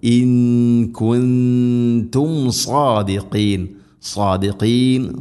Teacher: സ്വാദ് ഹെവി ലെറ്ററാണ്, സ്വരഭാരത്തിൽ ഉച്ചരിക്കേണ്ട അക്ഷരമാണ്